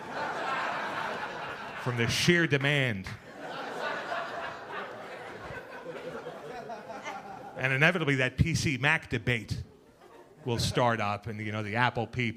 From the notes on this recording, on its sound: Gotham Comedy Live